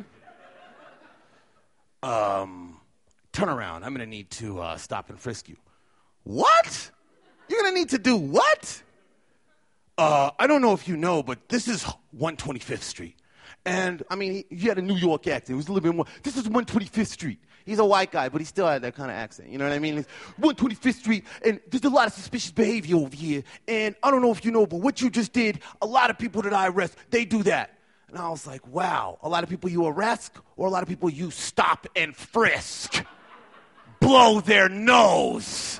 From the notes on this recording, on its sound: LIVE from Denver Music Summit! Here is a live show that we taped at the Denver Music Summit. The organizers invited us to put together a special show at the McNichols.